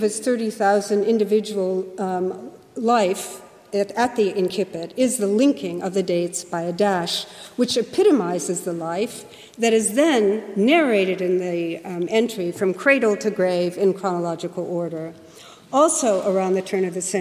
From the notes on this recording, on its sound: Keynote lecture